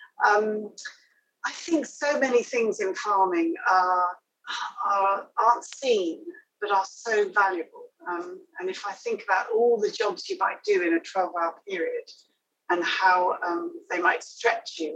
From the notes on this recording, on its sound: We had a technical glitch just before the episode started, so had to bring in IT back up. It means the recording is not as clear as it could be.